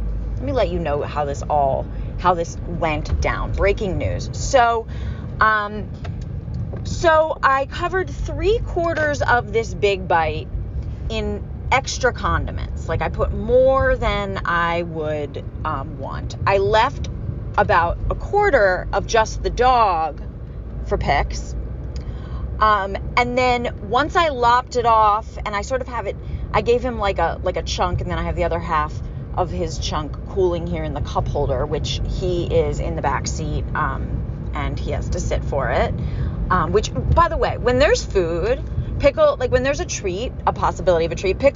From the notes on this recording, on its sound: Grieving alone in my car.